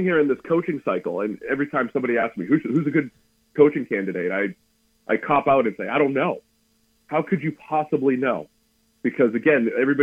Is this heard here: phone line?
yes